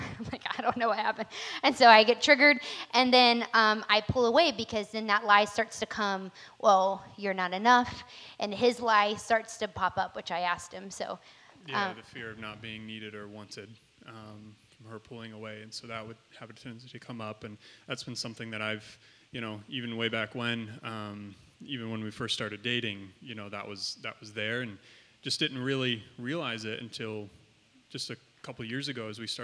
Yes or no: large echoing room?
yes